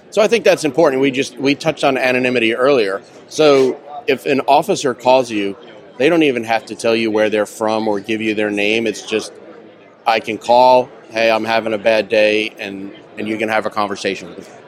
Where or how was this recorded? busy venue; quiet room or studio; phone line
busy venue